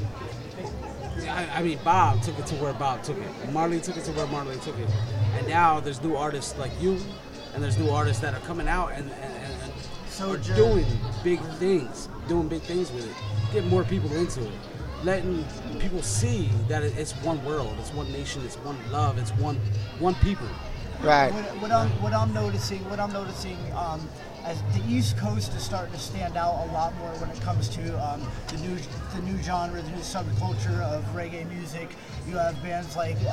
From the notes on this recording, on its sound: live broadcast from One Earth Reggae Fest 2022